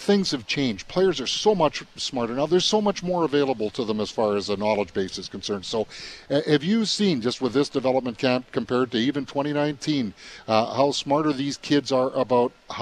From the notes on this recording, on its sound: LIVE at Jets Development Camp.